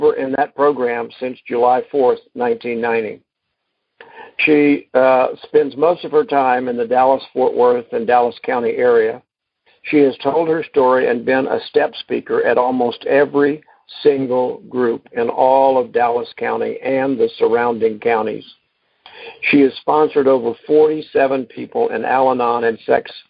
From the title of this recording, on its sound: Monday Noon Phone Speakers Series